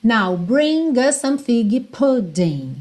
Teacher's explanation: Esse us quase não aparece. Ele fica sendo mesmo a ponte aí entre bring e o some. E como us termina com S e some começa com S, naturalmente você vai juntar num S só, tá?